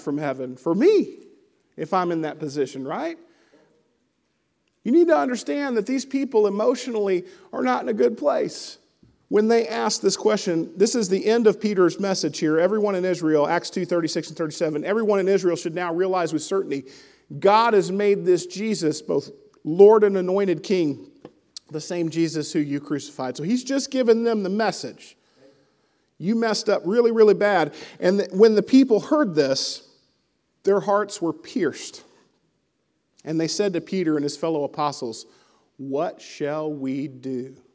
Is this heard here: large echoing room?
yes